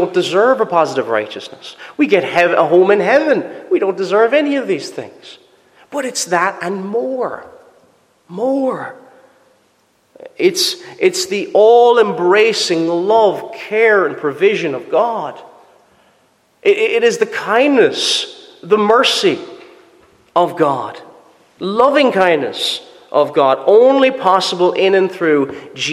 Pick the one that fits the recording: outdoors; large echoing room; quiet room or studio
large echoing room